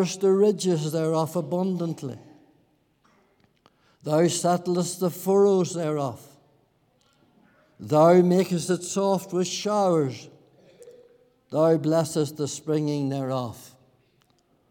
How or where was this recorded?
large echoing room